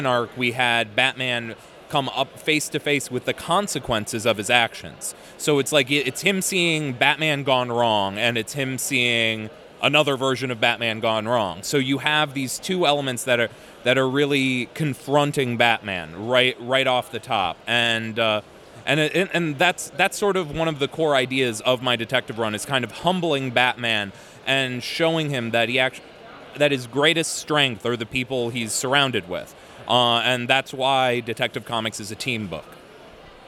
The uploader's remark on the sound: Interview at Five Points Festival 2017